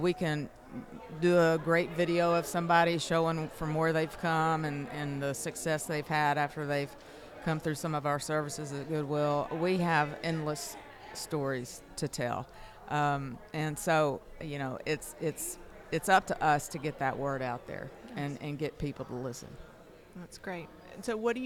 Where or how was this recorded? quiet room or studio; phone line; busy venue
busy venue